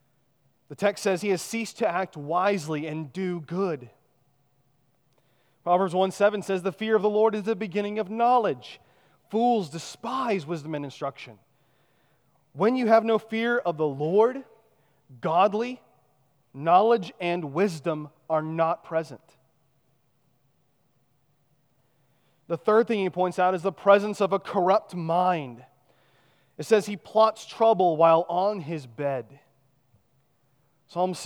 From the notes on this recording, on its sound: at Chaffee Crossing Baptist Church in Barling, AR